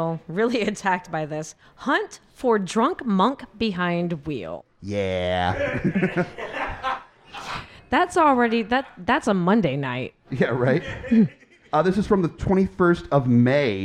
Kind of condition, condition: setting, live audience